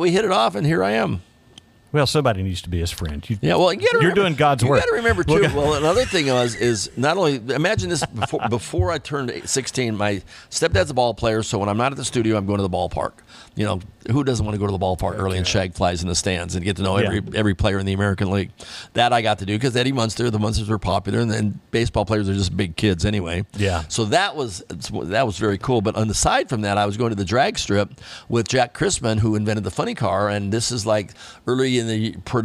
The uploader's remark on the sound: This episode was recorded at Flashback Pinball Arcade.